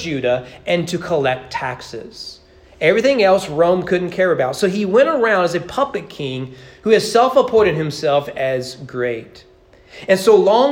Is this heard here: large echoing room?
yes